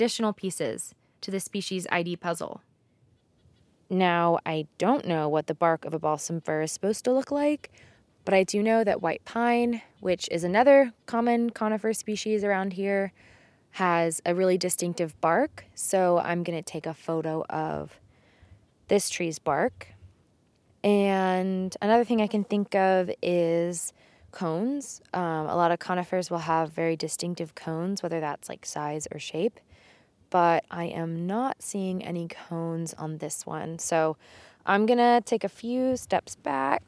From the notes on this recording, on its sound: Soundscape from Bass Harbor Head Light including buoy bells, waves lapping, and birdsong.